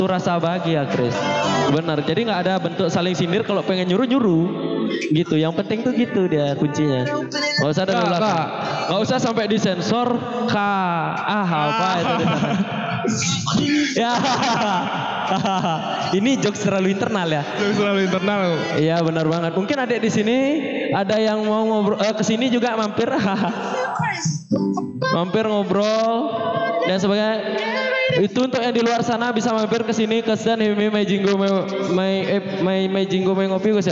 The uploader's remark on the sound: Live at Creator Corner by HIPMI Denpasar. Kebetulan live langsung di acara Denfest, kolaborasi dengan HIPMI Denpasar.